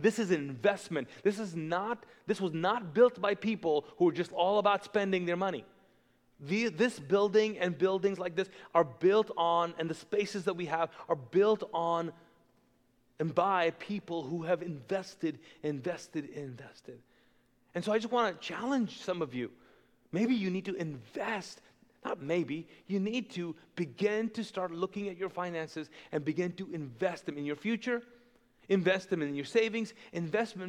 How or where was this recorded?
large echoing room